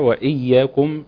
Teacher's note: تمكين الياء المشددة الساكنة وبعدين المتحركة. علشان برضو ما تجيش نقصان في واحدة منهم فتبقى ياء واحدة.